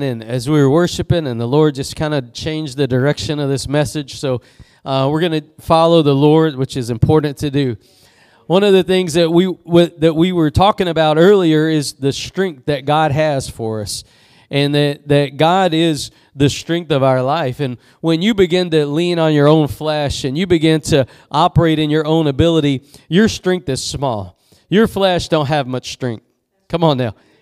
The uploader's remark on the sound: Preached at Gospel Lighthouse in Bossier City, La.